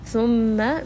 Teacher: meem has a shadda, so we will give it a little bit of ghunna